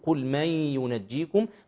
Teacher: لا يكون عليها تشكيل في المصحف، وبعدها حرف من حروف الإضغام بغنة وهو الياء، فأقول قل من ينجيكم، فأحافظ على الغنة أنها تخرج من الخيشوم وأحافظ على مقدارها أنها حركتان